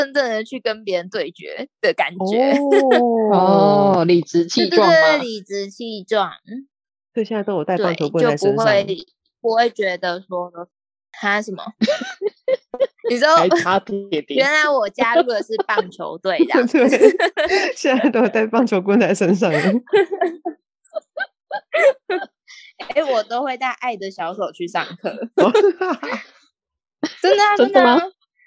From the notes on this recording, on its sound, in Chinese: 也撥出時間共聚online，。在艱辛的網路連線環境中，克難地錄製節目，。